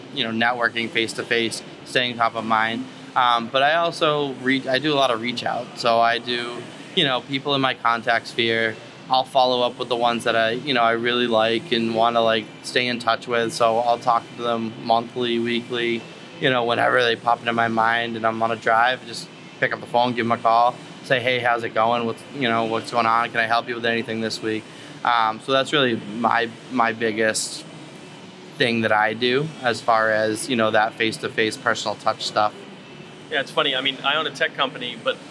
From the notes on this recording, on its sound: We shot live, on location, at Walking Tree Brewery in beautiful Vero Beach, FL.